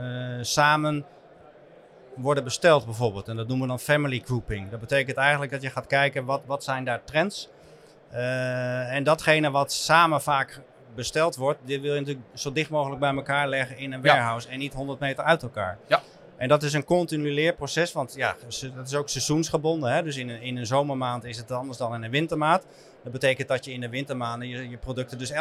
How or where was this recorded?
busy venue